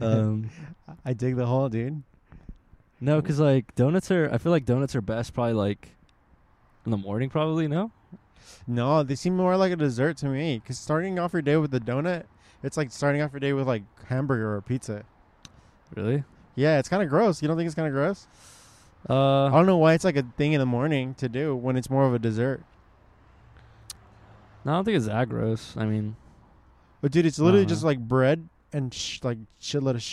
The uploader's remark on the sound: pod outside our local World Famous DONUT MAN